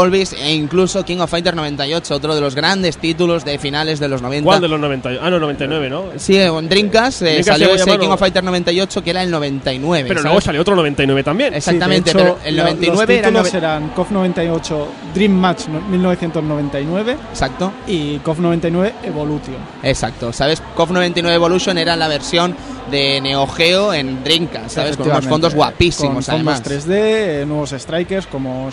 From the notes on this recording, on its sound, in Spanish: Probamos el sonido del stand del Salon del Manga